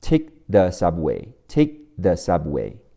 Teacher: 在听力中，tick 的科会弱读或者不发音，但是有发音的动作会顿一下